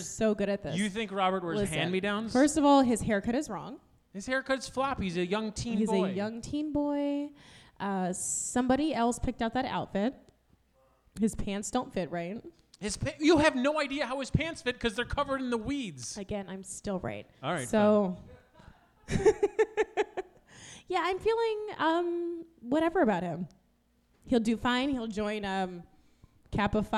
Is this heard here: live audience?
yes